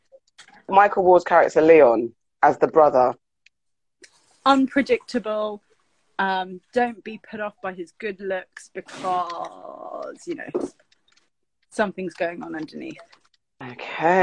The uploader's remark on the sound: as part of our lockdown Instagram Live sessions